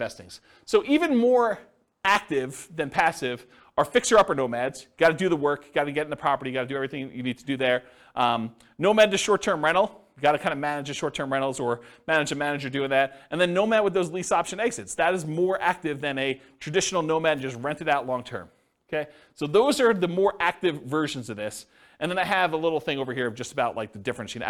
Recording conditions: live audience